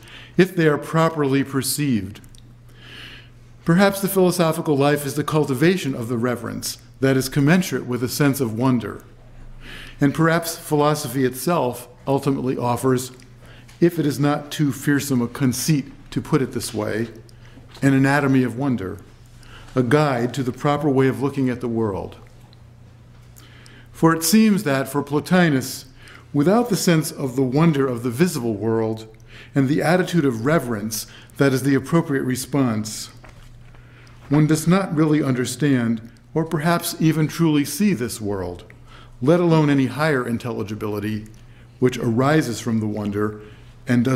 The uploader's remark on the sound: given at the University of Chicago on February 2, 2012